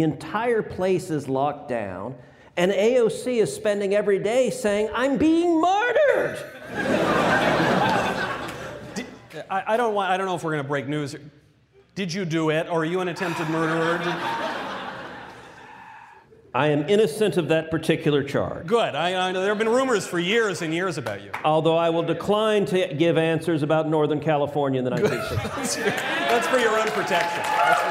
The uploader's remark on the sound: LIVE from Miami at YAF’s Freedom Conference. Audience members from across the country ask their questions in a special live mailbag segment.